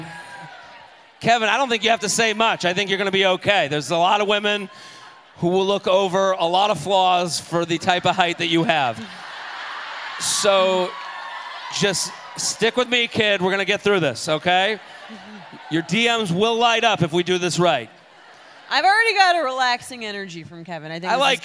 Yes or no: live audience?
yes